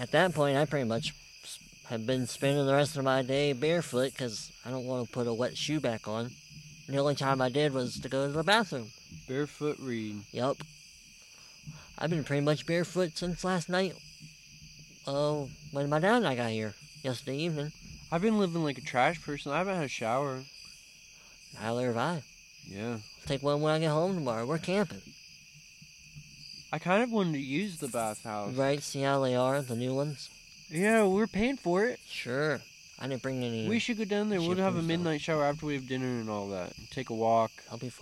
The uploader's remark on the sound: We’re live from the woods! The hosts thought it would be fun to record a little show on-the-go. Record a show while on a camping trip. Went on a short camping trip in the Hawking Hills area of Ohio.